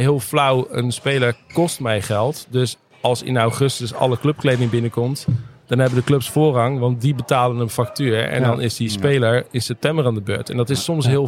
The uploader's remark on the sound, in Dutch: De speciale NK editie is opgenomen op de zaterdag van het NK 2023 in Almere.